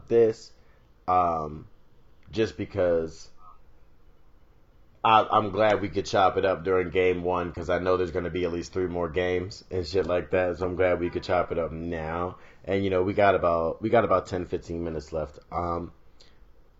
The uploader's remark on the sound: I already know there are some obvious flaws with this audio.